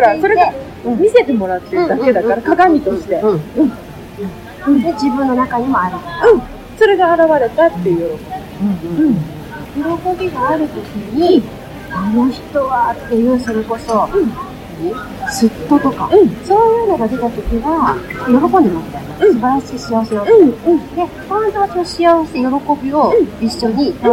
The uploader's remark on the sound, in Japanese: 今回は、シェラトン都ホテル東京のラウンジで収録しました。残念ながら音質が悪く聴き取りにくいとは思いますが。